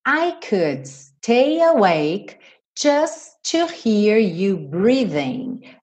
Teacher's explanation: Just to, junta num T só.